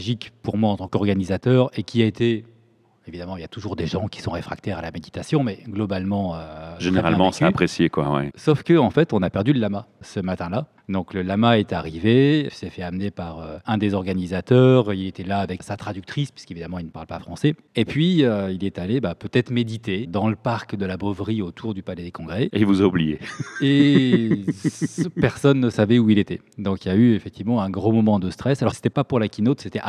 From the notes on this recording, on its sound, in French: Enregistré au CEME de Charleroi en marge de la Journée Agile. Dans cet épisode enregistré au CEME de Charleroi en marge de la Journée Agile. Dans un enregistrement spontané et riche en anecdotes.